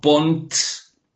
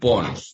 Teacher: Se nos transforma en pons, ¿eh? Esa T delante de la S desaparece · Shown in: second take